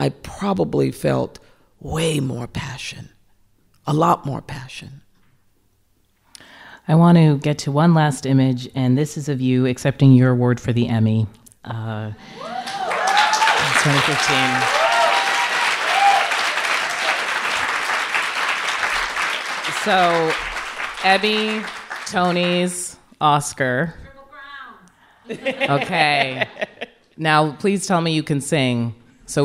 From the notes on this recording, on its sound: recorded on stage at the 92nd Street Y in New York City